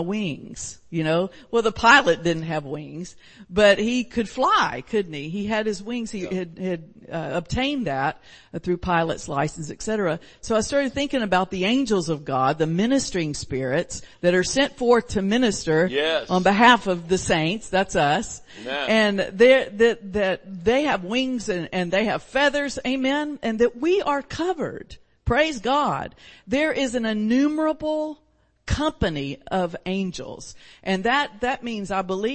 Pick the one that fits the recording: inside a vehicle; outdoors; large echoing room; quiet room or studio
large echoing room